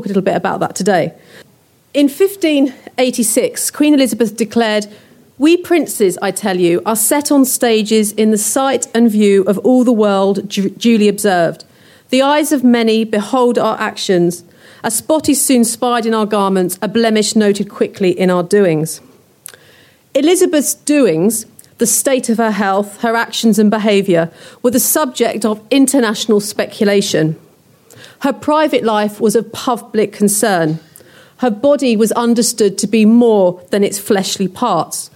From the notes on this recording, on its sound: a lecture recorded on our recent Tudors Day